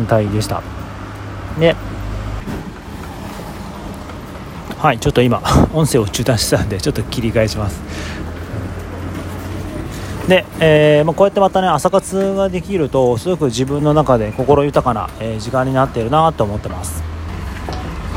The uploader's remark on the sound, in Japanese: 朝活をしているときに収録しました。外で収録しているので、雑音が入ってます。